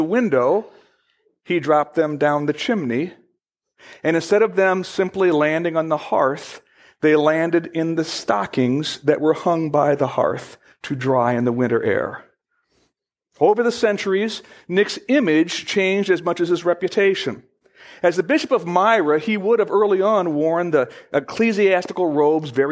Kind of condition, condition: setting, large echoing room